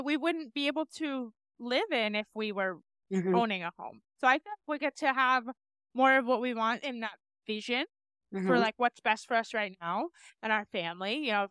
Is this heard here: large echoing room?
no